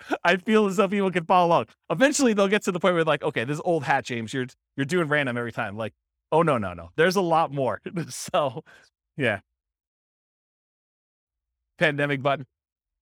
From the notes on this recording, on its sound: This was a live class recorded.